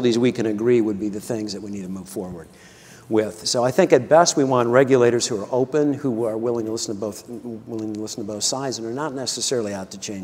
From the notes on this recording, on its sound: The best of live interviews from GreenBiz events.